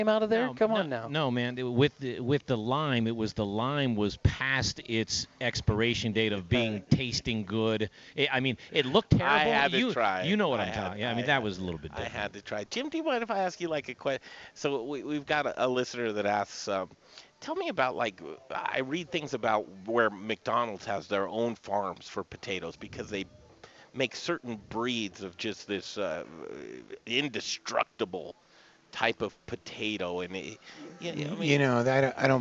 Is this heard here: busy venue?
yes